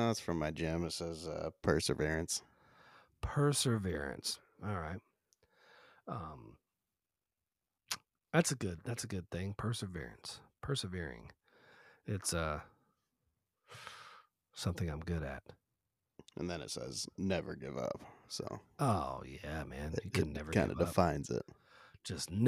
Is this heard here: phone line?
no